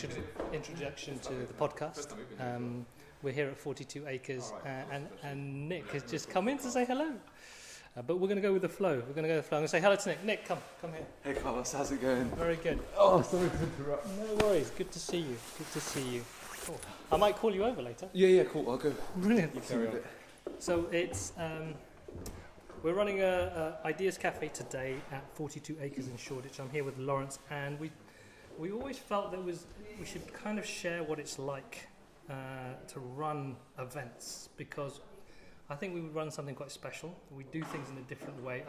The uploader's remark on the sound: This episode starts off a bit chaotically as it was recorded just before our first Ideas Café event in London. We were at the 42 Acres event space in Shoreditch which was lovely but also a little challenging with people coming in and out of the space...